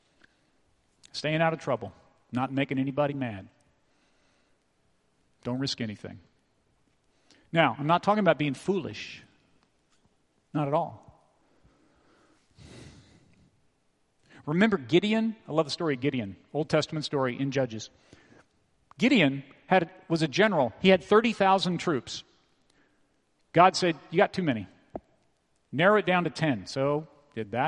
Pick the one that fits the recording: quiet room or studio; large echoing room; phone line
large echoing room